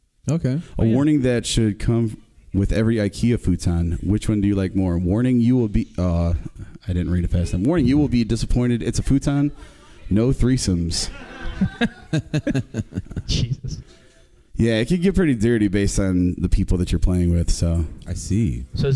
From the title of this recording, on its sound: LIVE at the LAN